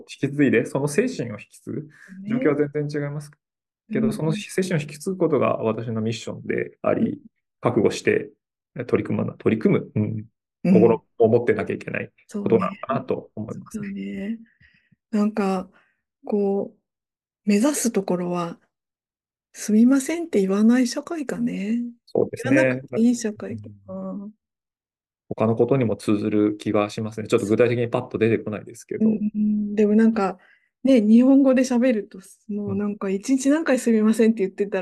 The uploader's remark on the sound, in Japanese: 収録場所： オンライン (Zoom)